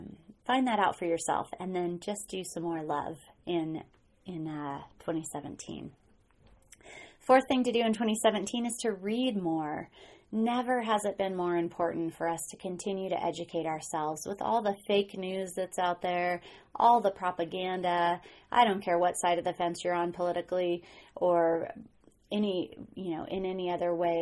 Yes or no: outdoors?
no